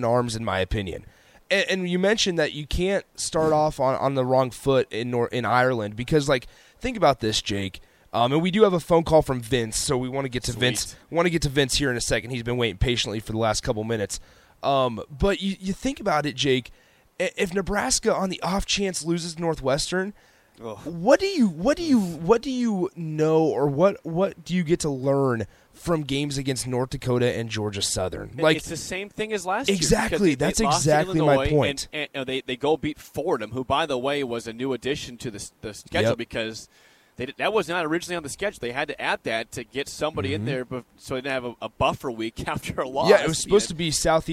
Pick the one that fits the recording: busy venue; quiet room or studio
busy venue